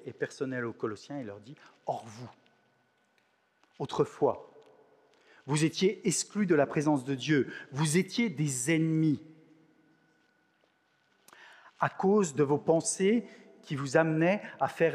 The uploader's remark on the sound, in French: Enregistré à l'église CVV, le 19/06/2022